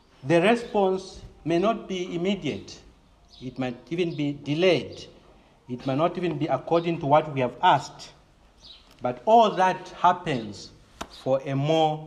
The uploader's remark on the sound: This is a sermon preached in the morning of August 22, 2021 at Crossway Baptist Church